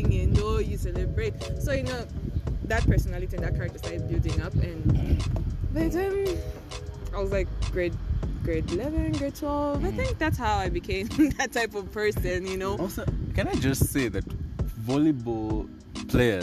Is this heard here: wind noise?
yes